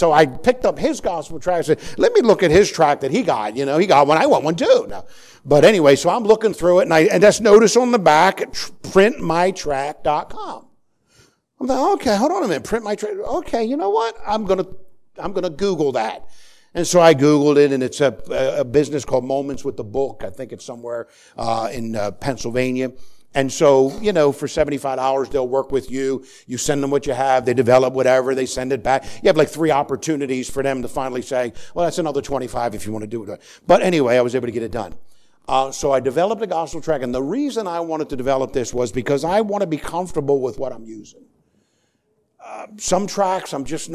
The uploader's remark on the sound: Sermon preached on Sunday Morning. At the First Baptist Church of Easton.